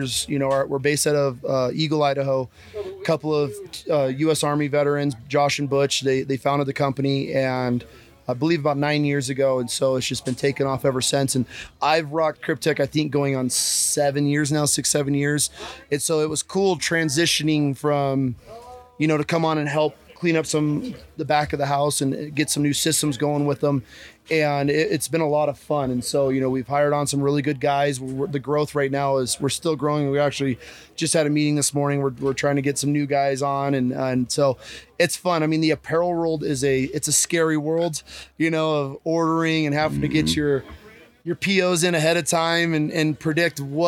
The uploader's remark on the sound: Live from Mountain Archery Fest